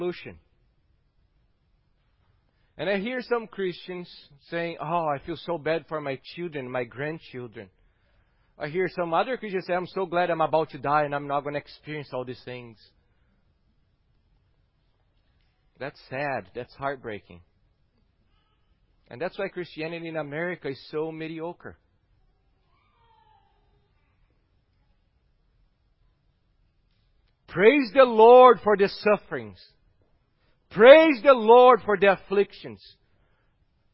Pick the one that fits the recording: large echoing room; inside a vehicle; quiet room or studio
large echoing room